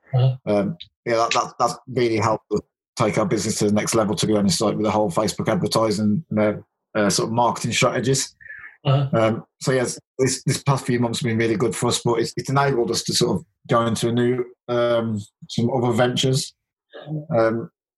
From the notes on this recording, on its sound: I sit down via Zoom to chat with two guys I now consider good friends. Audio wise it's a Zoom call, so that's exactly what it sounds like, it's completely workable.